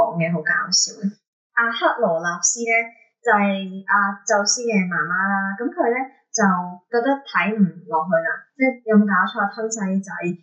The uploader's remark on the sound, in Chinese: 唔好意思，今集因為技術問題收音比較差，請大家見諒！下次一定會check好啲器材先！